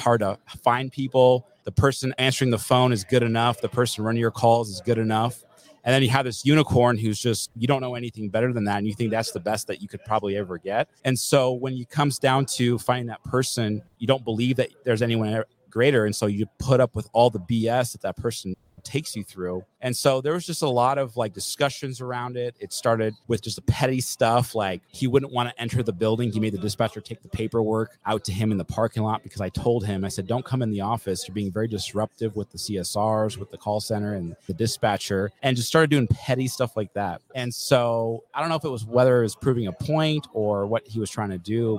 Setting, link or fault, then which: setting, busy venue